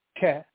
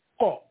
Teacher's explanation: ka is up here. Ka like catastrophe, ka, right? Qa, back of the throat